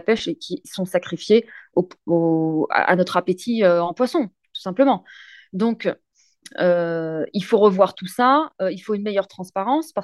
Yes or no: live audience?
no